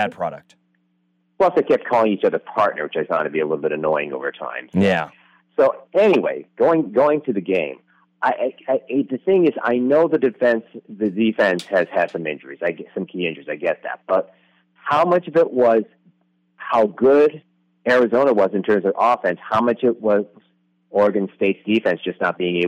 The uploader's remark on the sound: Arizona Postgame Call-In Show